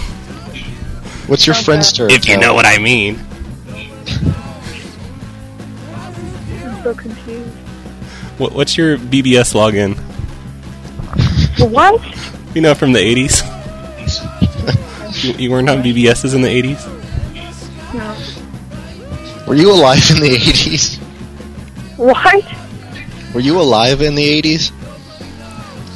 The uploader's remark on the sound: Prank Phone Calls Collection